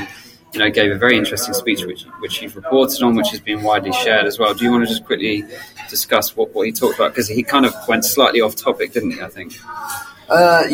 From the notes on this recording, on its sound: The team joins you live from the Managing IP Intellectual Property & Innovation Summit in London. We recorded from the IP & Innovation Summit held in London.